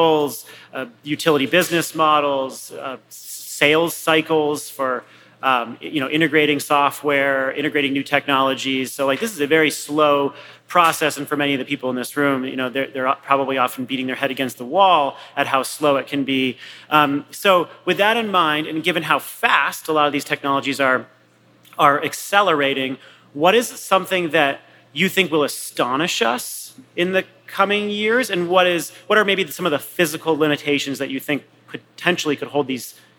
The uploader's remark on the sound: This week, we feature a live conversation. In this episode, recorded at Greentown Labs.